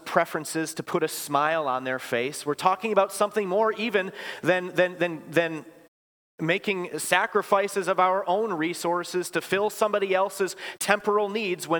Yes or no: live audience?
yes